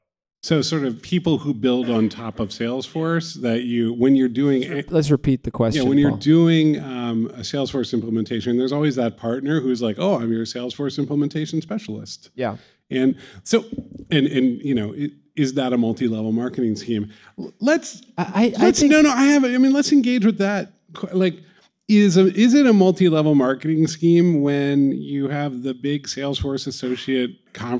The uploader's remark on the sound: Sit down with a live studio audience.